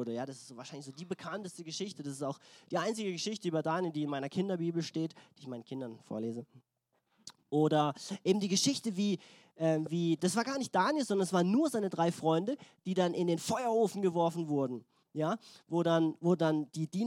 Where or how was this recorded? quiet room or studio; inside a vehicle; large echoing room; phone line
large echoing room